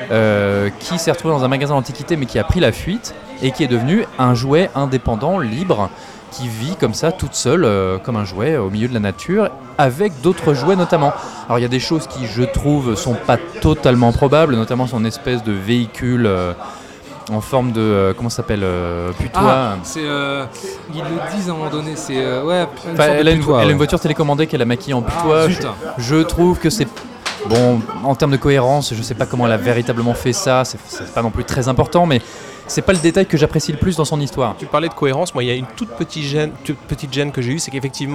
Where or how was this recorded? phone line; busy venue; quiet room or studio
busy venue